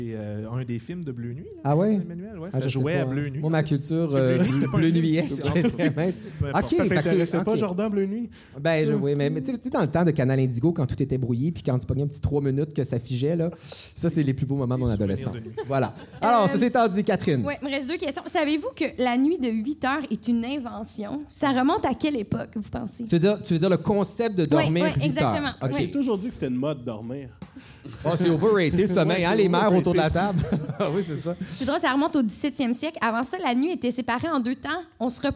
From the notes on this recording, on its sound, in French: Enregistré au Centre Phi à l’occasion de la Nuit blanche de Montréal le 4 mars dernier